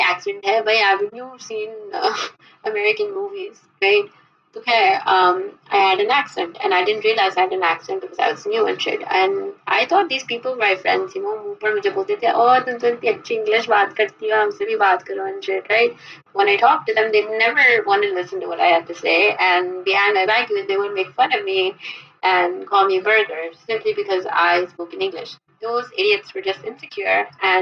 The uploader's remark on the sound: Sorry for the audio quality